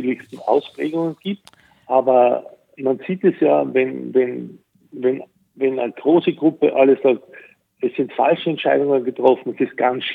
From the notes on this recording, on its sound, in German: in einem Telefoninterview